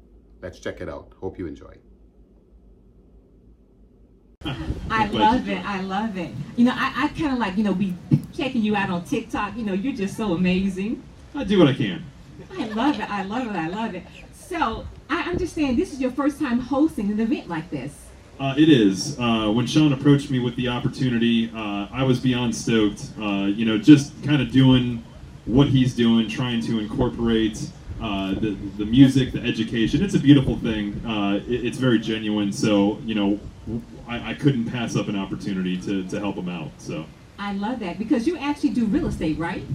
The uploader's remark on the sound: The "International Jazz Art & Blues Festival" which took place on Sunday, April 30th at the Tuscawilla Art Park, Ocala Florida. The Ocala Arts & Entertainment Podcast conducted a set of live interviews at the event.